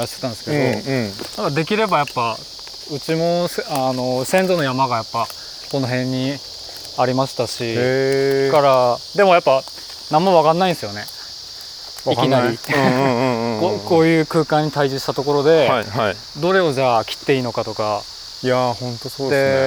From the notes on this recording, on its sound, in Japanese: 誰かと散歩しながら収録しております。青森県野辺地町の 自遊木民族珈琲 の。現在お世話をしている森の中を散歩しながら、いろいろお話をしてみました。